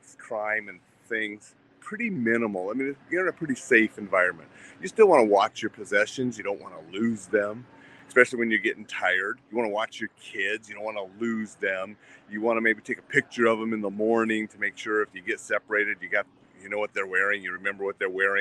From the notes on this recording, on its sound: Broadcast live from Disney California Adventure park.